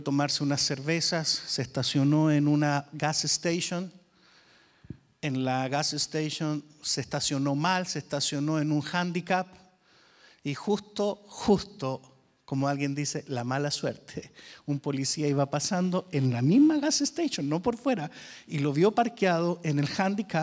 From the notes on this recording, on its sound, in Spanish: Grabado EN VIVO - En iglesia VMF en la ciudad de Arlington, Texas.